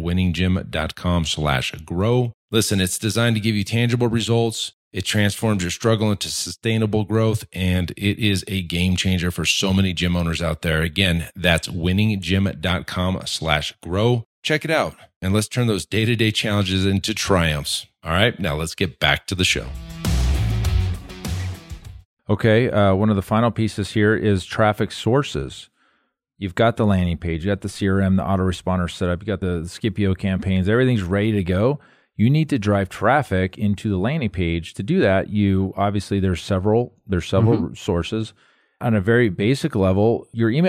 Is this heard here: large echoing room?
no